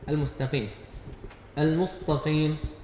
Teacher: إبدال التاء طاء في تفخيم التاء